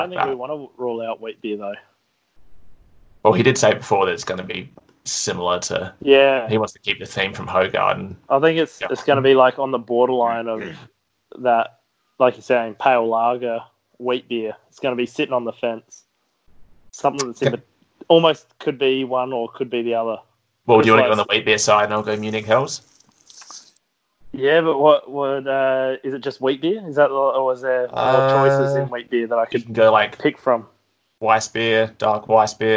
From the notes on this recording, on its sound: Welcome to the Covid-19 Isolation Episode. Please excuse the unbelievably poor audio quality. We have Adelaide internet.